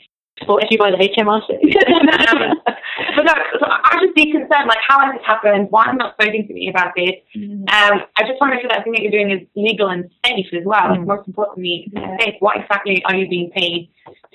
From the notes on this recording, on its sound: due to some technical issues, the audio quality on this episode isn’t the best